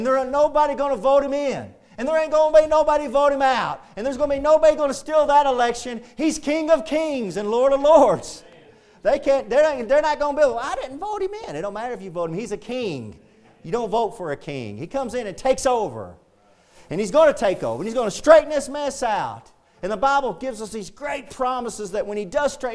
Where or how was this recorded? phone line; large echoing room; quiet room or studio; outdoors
large echoing room